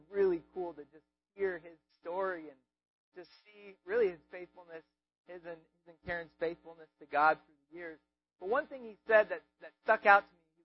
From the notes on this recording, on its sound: We apologize for the audio quality